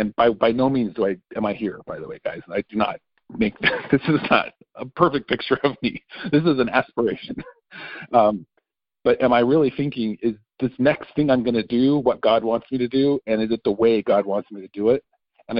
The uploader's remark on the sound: 2019 New Years Day Phone Conference